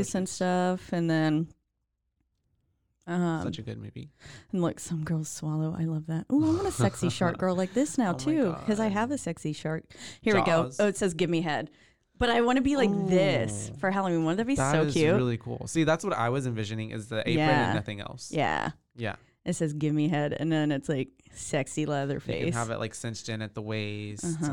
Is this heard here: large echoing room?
no